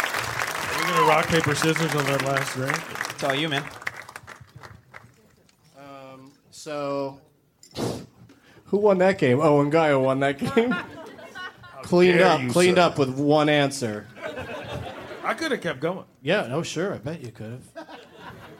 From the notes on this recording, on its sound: Live from the Punchline in Sacramento